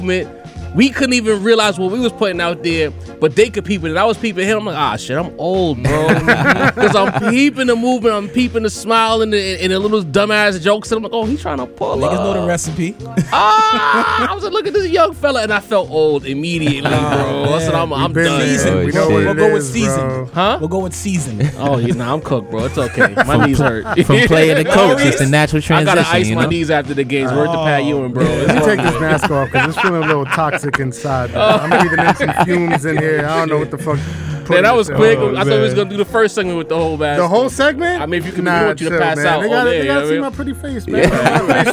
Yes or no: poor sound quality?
no